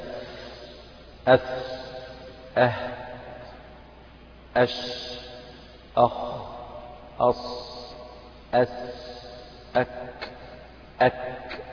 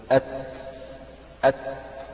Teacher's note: يبقى النطق الصحيح لهذه الأحرف أنها تكون يعني مهموسة يخرج معها النفس